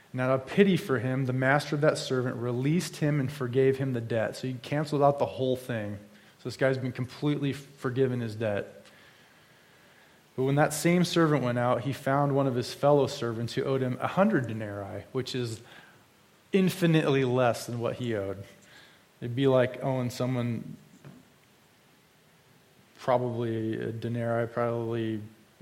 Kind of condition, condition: setting, large echoing room